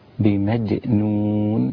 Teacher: وكلمة بمجنون الجيم فيها مقلقلة، وراعي الترقيق أثناء القلقلة، ما تقولش بمج، لا بمجنون هكذا، ظهرت القلقلة ووضحت رقة الجيم ولا تفخم وتذهب إلى التفخيم.